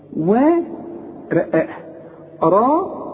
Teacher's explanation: مد شفايفك على هيئة قبلة، والمد بتاعها كمان مفخم